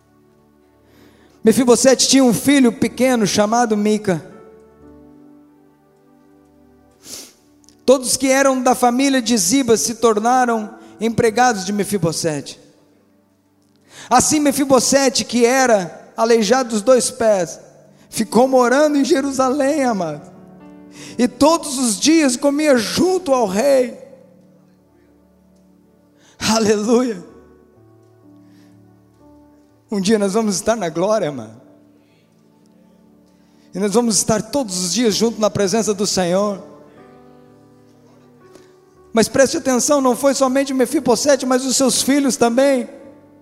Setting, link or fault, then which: setting, live audience